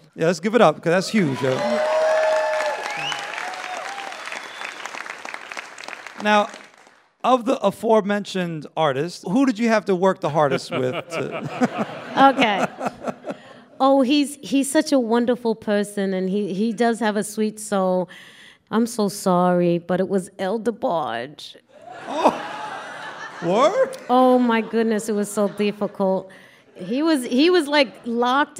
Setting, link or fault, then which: setting, live audience